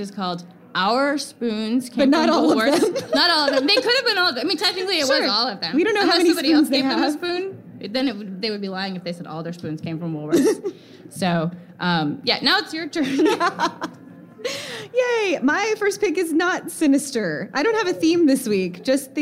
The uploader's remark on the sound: Recorded live at Book Riot Live 2015 in NYC!